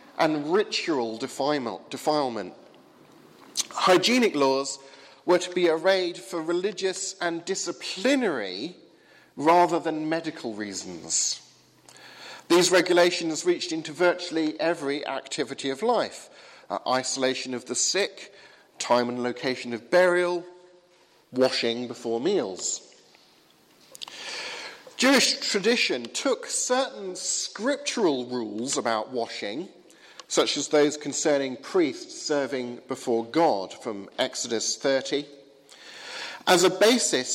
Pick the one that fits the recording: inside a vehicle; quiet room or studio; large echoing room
large echoing room